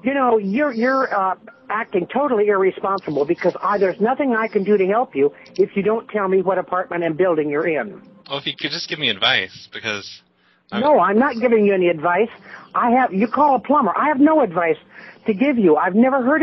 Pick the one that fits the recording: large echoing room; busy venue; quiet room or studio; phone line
phone line